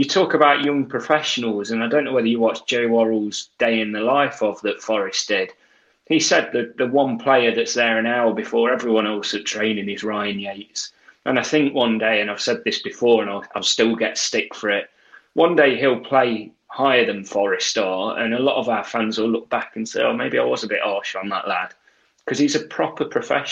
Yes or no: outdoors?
no